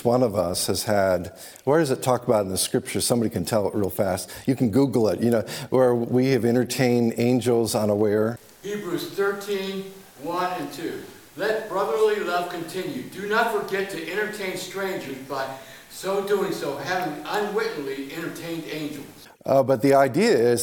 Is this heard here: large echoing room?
yes